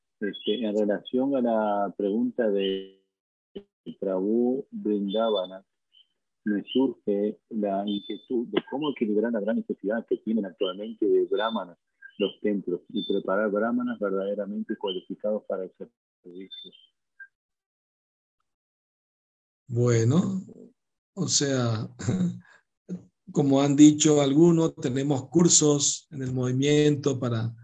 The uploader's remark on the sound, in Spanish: Conferencia por ZOOM